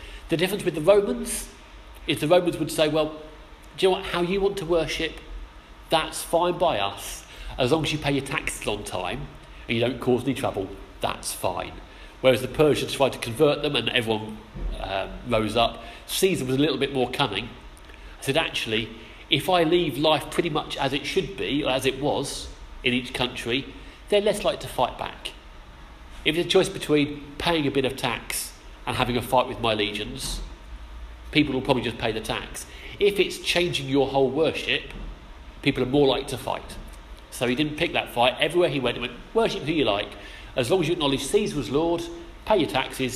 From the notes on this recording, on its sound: Our sermon from the 11am service on Sunday 16th October 2016